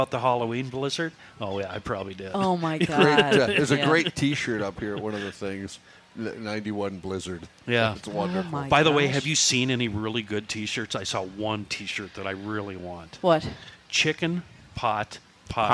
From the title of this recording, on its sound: from the Minnesota State Fair